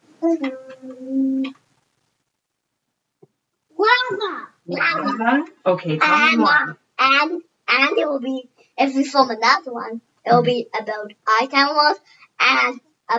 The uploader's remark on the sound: Sound quality is a little iffy here as we are still playing around with editing and mic settings.